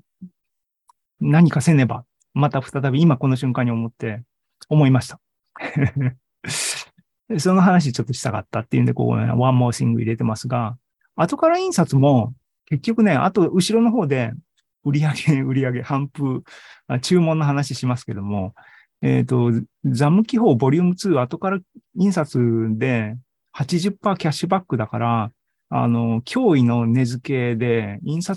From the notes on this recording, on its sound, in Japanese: ２０２２年９月２８日に開催した ZOOMライブの模様です。